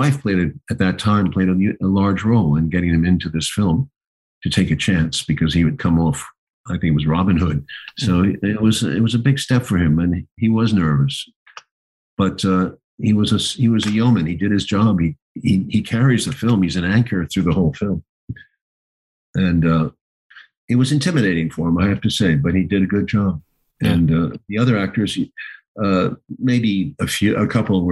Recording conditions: video call